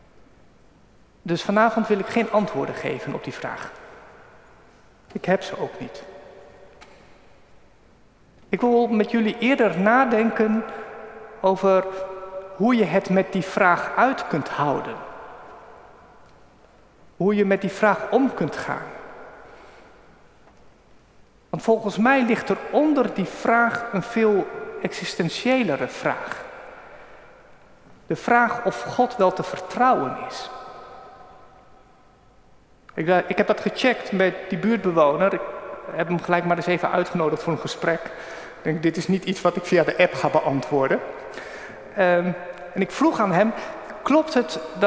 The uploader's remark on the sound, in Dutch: Opgenomen op 18 juni 2023 in de Noorderkerk te Amsterdam.